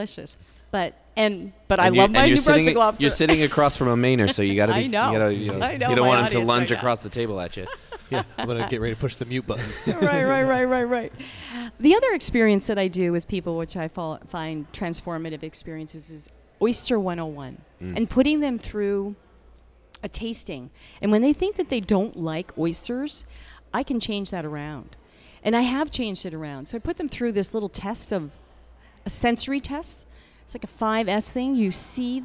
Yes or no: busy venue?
yes